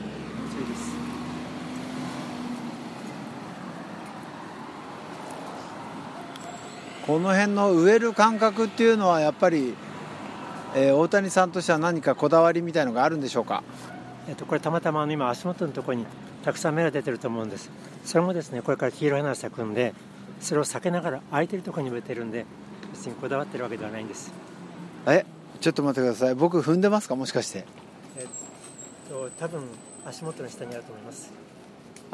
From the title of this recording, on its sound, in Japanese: 現場国立駅前ロータリーから